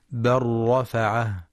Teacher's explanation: وتدغم في الراء للتقارب